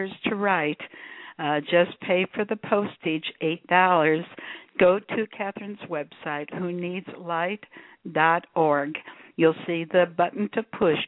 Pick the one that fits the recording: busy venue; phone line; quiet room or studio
phone line